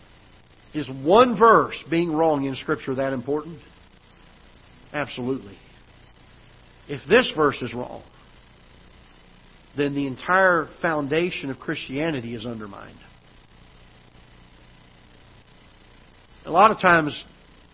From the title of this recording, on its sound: Ketha Heights Baptist Church ~ Live Broadcast